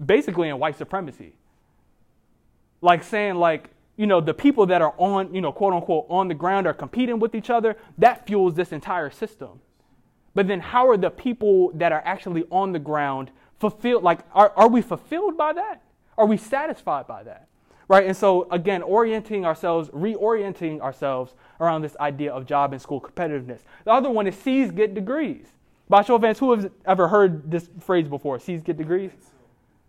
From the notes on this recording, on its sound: keynote speech that he delivered at the Baltimore Emerging Leaders Conference in December of 2023